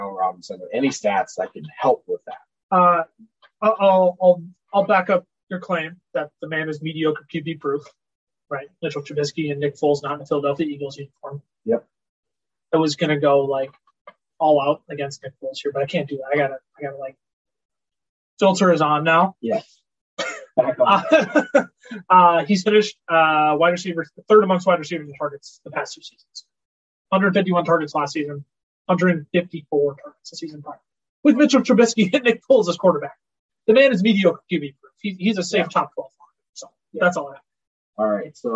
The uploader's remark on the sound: We recognize the audio quality of this video is substantially lower than normal.